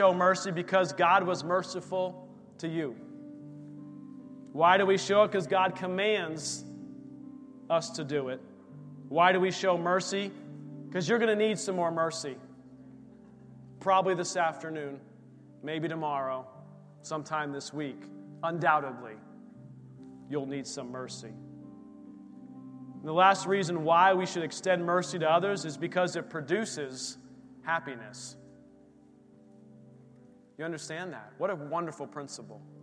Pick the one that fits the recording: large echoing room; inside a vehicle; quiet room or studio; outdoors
large echoing room